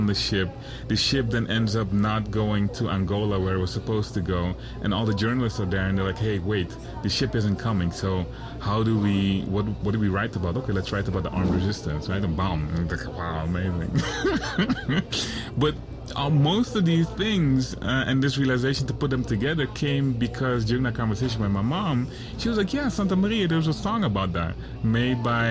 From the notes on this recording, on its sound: Recorded at Spielart Festival, 2019, Munich (DE)